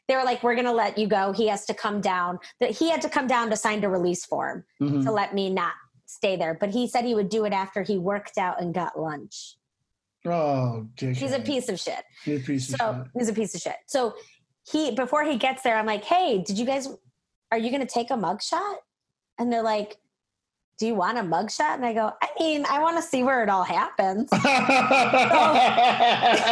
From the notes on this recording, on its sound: Two comedians log onto Zoom to record their very first True Crime episode.